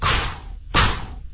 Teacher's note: 要送气，可是别发音。要送气，但是不要发音。